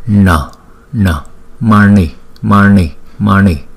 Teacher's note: Chữ N có dấu nặng, chúng ta đọc cong lưỡi lại, búng ra